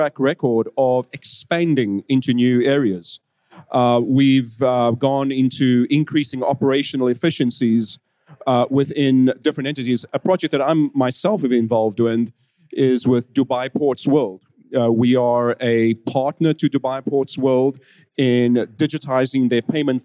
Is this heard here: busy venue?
yes